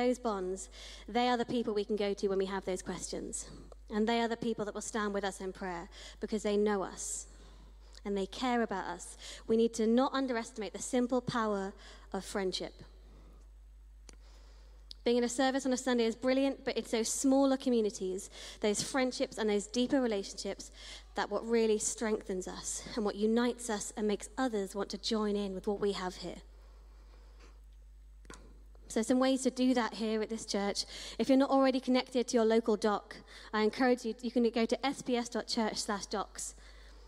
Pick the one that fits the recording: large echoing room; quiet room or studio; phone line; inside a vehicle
large echoing room